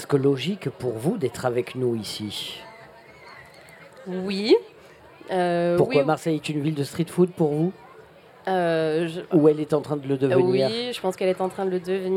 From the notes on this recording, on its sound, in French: Radio Grenouille au Street Food Festival. Dans le cadre du Street Food Festival 2023, le Grand Pastis délocalise son plateau et s'invite au pied de la Cathédrale de La Major pour l'occasion. Ses invités, présents sur les stands ce jour là.